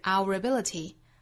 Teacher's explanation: 在 our 和 ability 中间呢，会有一个小 r 的发音